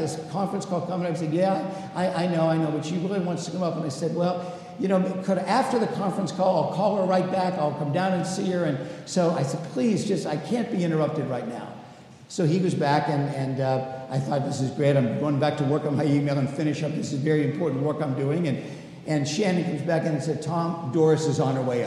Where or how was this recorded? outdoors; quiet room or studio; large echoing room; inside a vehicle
large echoing room